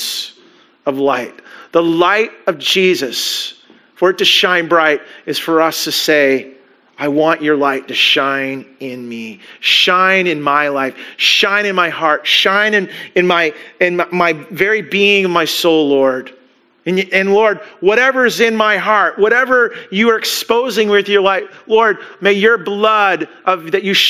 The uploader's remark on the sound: Christmas Eve Service (Audio)